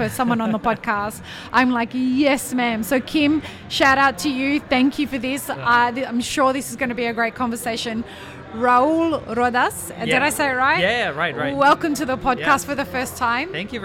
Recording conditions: busy venue